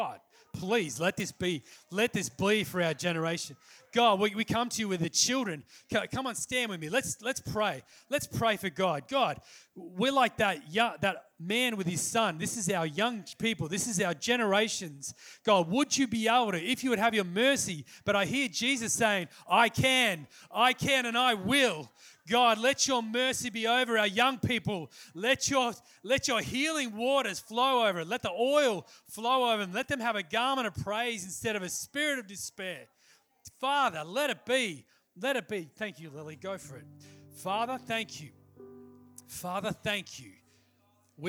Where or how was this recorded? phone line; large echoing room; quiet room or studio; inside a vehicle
large echoing room